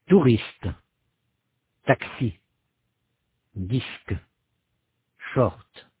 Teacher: En anglais, la pointe de la langue vient toucher les alvéoles des dents supérieures. En français, la pointe de la langue vient toucher les dents elles-mêmes. La consonne française est donc prononcée plus en avant que la consonne anglaise.